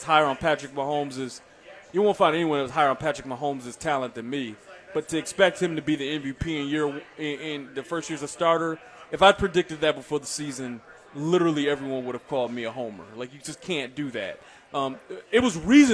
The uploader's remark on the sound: LIVE from Chicken N Pickle in the Northland